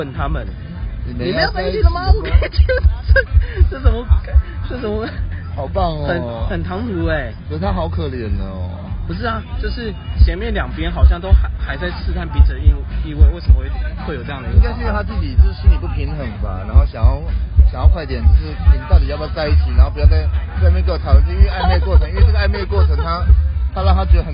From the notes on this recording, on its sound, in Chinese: 野外錄出。在意音質者請注意！！！！錄音來自2020年漂遊者音樂祭現場收音。